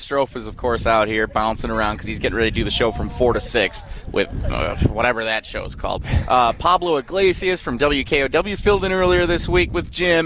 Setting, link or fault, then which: setting, outdoors